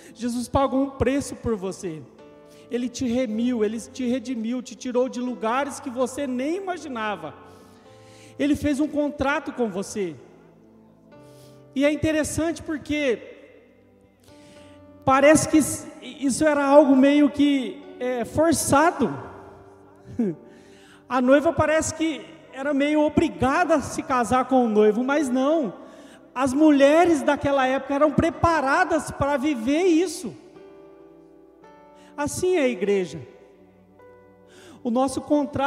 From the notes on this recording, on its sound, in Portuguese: Gravado ao vivo na igreja.